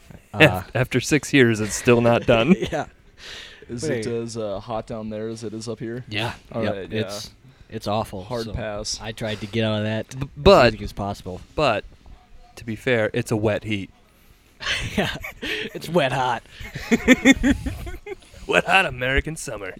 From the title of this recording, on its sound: Live at A&W